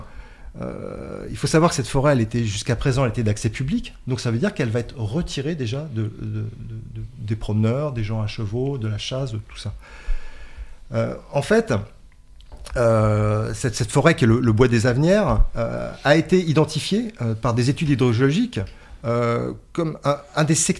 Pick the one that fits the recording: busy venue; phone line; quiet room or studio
quiet room or studio